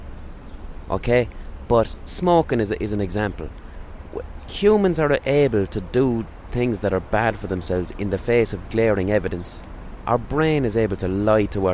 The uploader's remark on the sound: Recorded on a park bench.